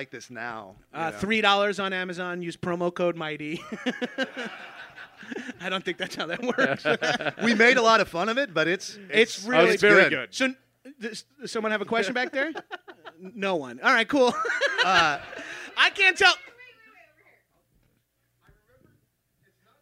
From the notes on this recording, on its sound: live at the IMPROV HOLLYWOOD